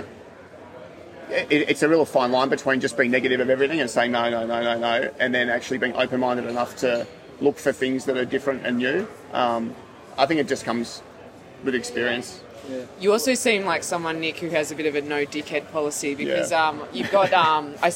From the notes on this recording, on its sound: we're live at the Adelaide Hilton.